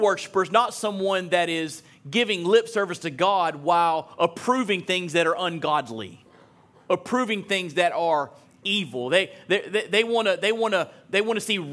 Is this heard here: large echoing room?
yes